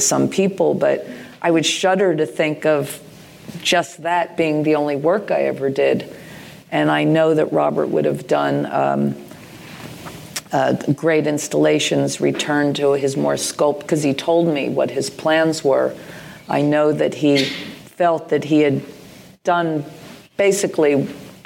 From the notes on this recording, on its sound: At a sold-out 600 capacity venue, the crowd eagerly await this live In Conversation.